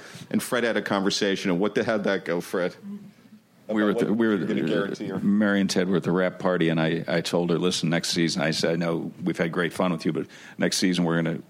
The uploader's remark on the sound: Justified finale panel from ATX Television Festival. Recorded June 6, 2015 at ATX.